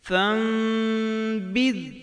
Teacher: اقلاب کو پڑھتے وقت نون کی ملاوٹ نہیں کرنی چاہیے، بلکہ صرف میم پڑھنی چاہیے اور نون پڑھنے سے پرہیز کرنا چاہیے، کیونکہ نون میم سے بدل چکا ہے